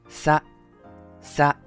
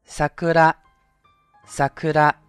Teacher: 注意呢，这个音是平舌音，万一发成汉字的沙，那就可怕了